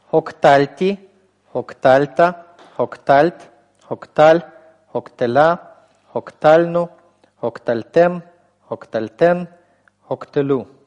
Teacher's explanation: Обратите внимание, что из-за того, что здесь уже нет в этой породе длинного инфикса хирек-йод, ударение у нас привычно перемещается к концу слова, точно так же, как и во всех предыдущих породах.